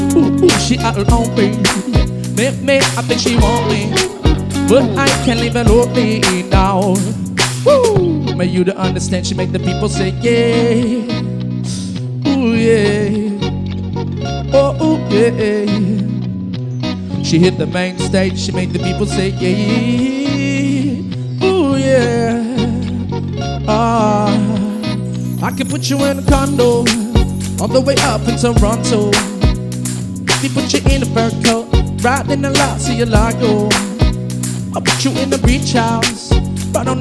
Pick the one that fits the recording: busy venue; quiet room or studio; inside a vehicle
busy venue